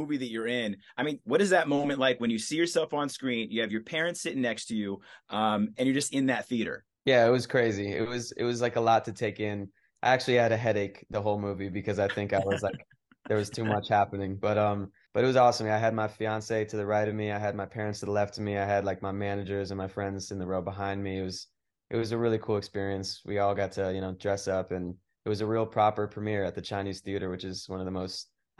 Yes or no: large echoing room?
no